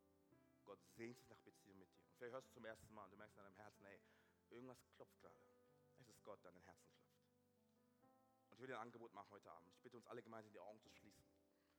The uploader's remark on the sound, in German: aus unserem Gottesdienst